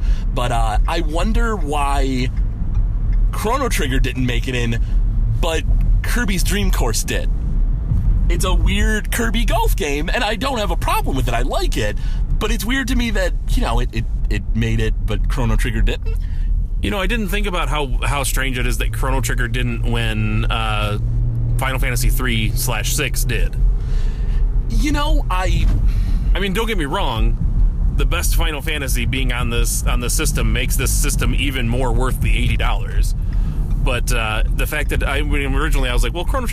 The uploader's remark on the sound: Recorded live